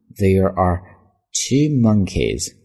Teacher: Why does the other monkey jump too?所以呢，发音句子很简单，这要猜的是一个英语中的俗语的表达啊，或者谚语的表达。那我们看这样的一个句子中发音的细节。There, th 在这是一个浊辅音咬舌头。There 后面是 air 这样的一个双元音